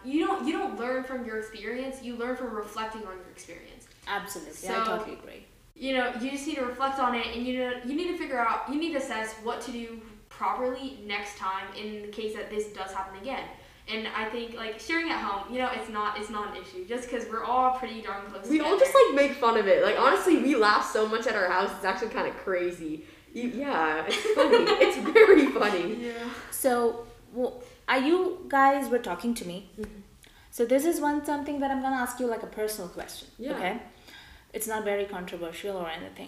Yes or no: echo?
yes